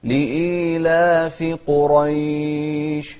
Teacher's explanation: انتبه للقاف المفخمة والراء المفخمة في كلمة قريش